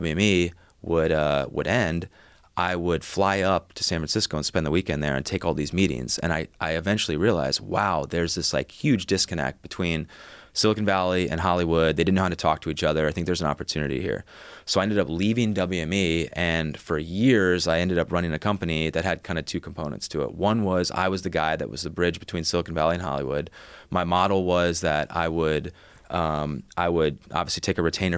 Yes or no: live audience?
no